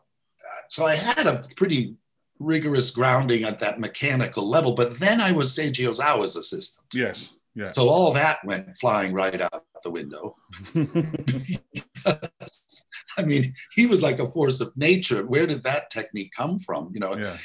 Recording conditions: video call